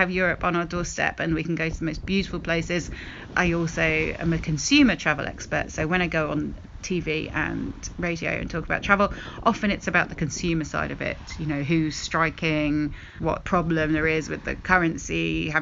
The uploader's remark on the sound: Live from a beach bed on the coast of Andalucia, Spain. There's even some singing.